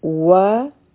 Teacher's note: دوه حرکا به دا اوږد هم وایو ځکه چې دا مدی طبیعي دی